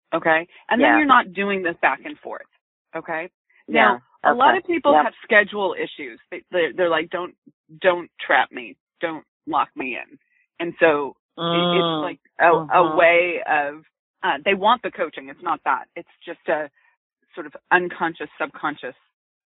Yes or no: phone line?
yes